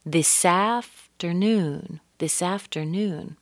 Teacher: Connect that S with the A.